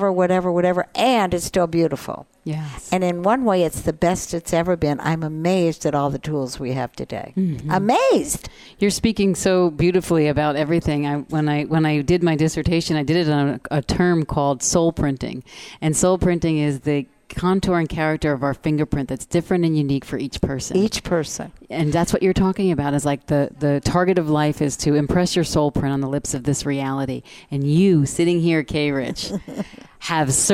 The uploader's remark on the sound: Join VoiceAmerica and Special guest Hosts as we Broadcast day 2 Live form the Largest Women's conference in the USA! We will be live for 2 days bringing you all the event action, keynote speakers and VoiceAmerica hosts.